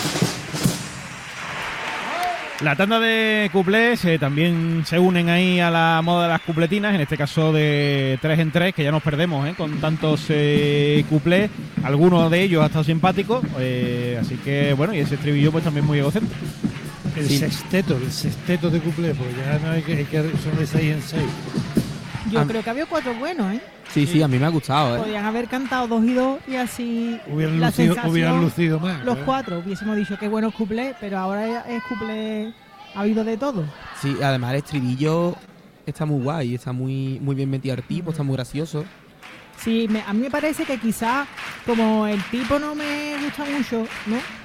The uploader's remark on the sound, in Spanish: En las preliminares del COAC 2024. En directo desde el Gran Teatro Falla de Cádiz. La retransmisión del Concurso Oficial de Agrupaciones Carnavalescas del Carnaval de Cádiz 2024 en Onda Cero Cádiz.